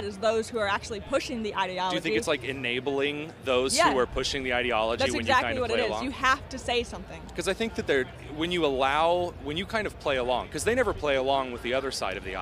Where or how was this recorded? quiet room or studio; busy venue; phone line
busy venue